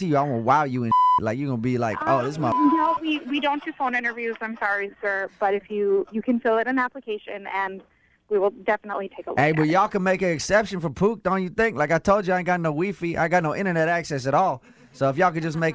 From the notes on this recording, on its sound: Phone Tap. Calls Starbucks.